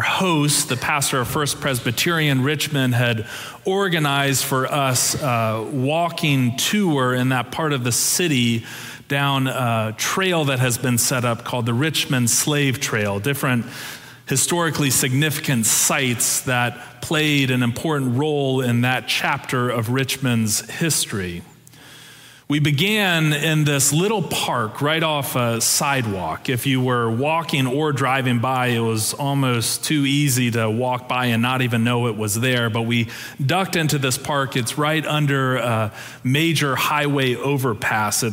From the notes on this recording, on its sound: For our Sanctuary Worship Service.